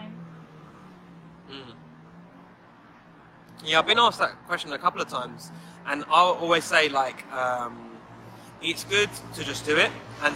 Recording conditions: background noise